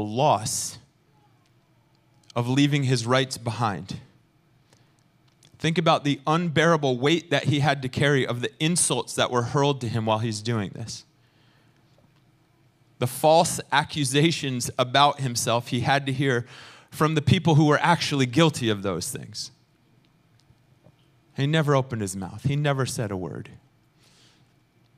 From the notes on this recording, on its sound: Recorded sunday evening service at Reunion Hawaii.